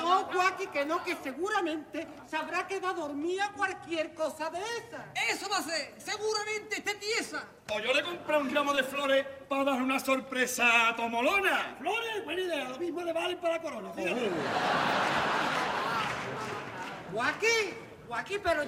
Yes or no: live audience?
yes